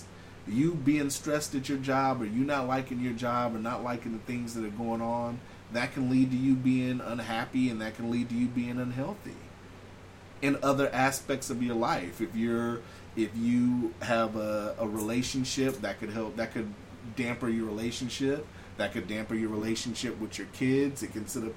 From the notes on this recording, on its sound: It’s still a heatwave in town as we are hitting record highs. Excuse the fan in background but it’s HOT!